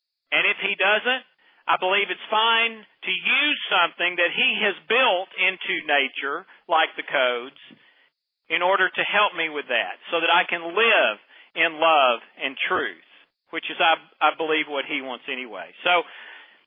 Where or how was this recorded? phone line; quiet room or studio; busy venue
phone line